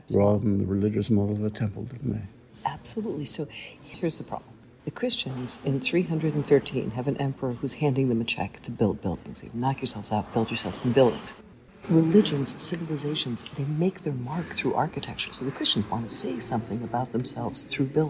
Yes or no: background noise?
yes